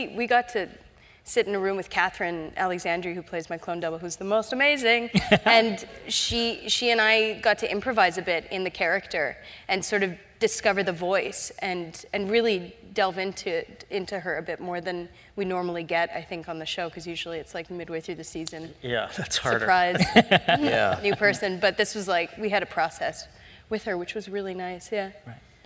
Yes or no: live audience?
yes